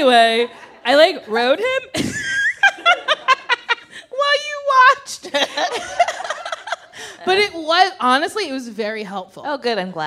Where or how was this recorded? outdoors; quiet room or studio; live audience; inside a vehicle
live audience